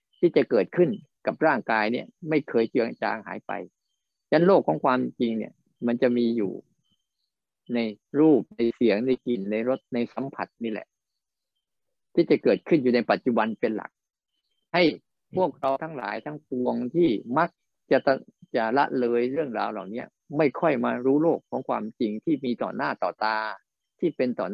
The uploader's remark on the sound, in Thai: บรรยายผ่านระบบ zoom